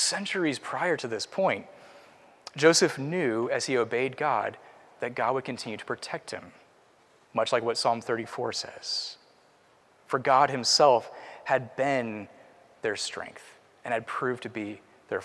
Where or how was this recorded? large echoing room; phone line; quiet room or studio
large echoing room